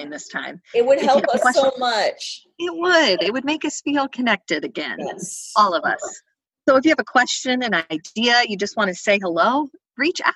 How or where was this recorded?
video call